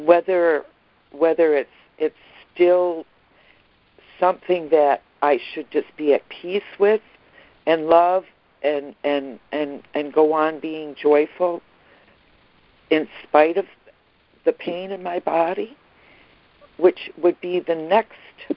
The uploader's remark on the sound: ACIM Daily Conference Call